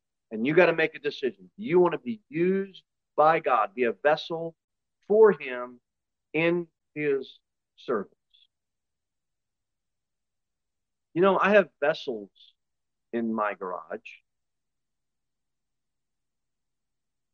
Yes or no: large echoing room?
yes